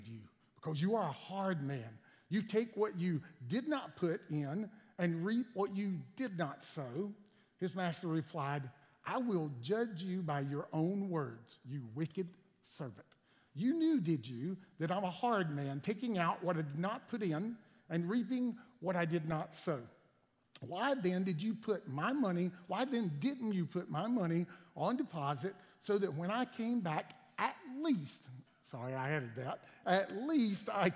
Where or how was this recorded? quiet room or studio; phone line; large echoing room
large echoing room